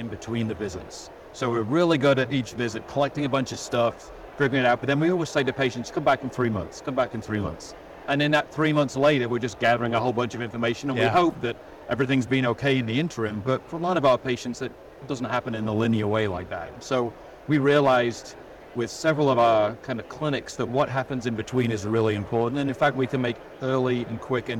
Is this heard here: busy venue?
yes